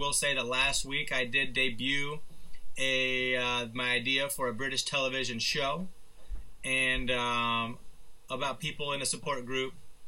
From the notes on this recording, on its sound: Apologies for slightly wonky audio this week, had to jump through a couple hurdles in order to rescue a corrupted file.